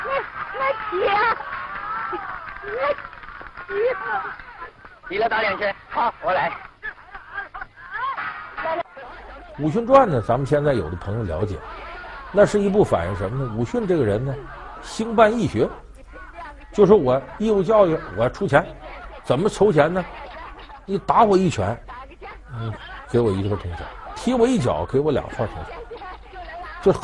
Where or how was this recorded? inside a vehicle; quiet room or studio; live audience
live audience